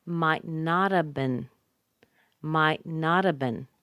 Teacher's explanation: The not has a little bit more stress. It doesn't become a schwa. It doesn't get reduced that much.